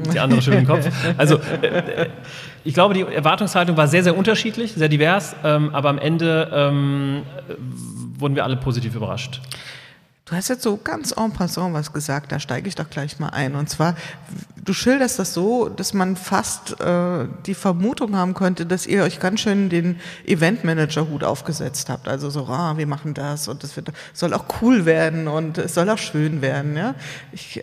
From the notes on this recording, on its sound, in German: Die Folge haben wir zur Hälfte live aufgenommen im Heimathafen in Wiesbaden, zur anderen Hälfte im Studio.